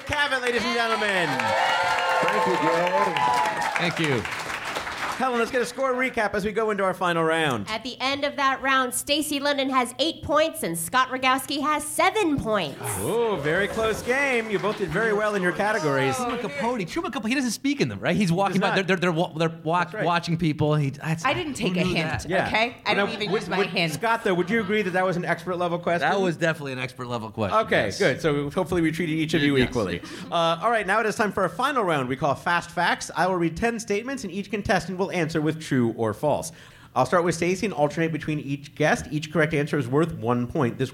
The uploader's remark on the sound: The show is recorded at Caveat in New York City. It's the first episode of Go Fact Yourself recorded in New York! The show is recorded at Caveat in New York City.